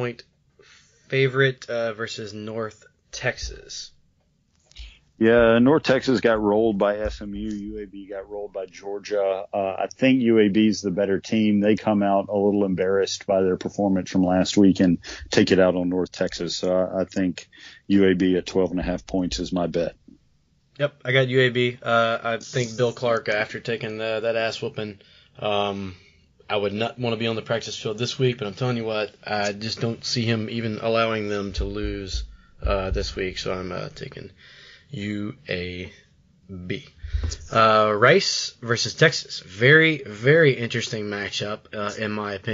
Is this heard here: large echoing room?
no